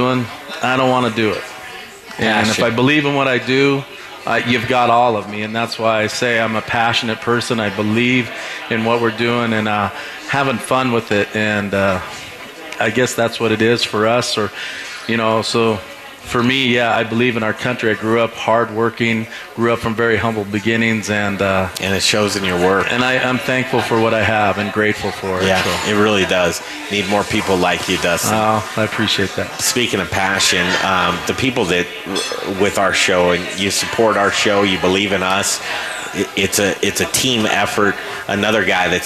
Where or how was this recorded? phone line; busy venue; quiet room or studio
busy venue